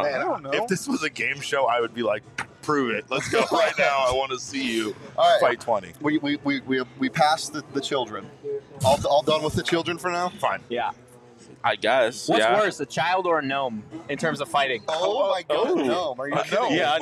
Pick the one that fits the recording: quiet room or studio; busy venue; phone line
busy venue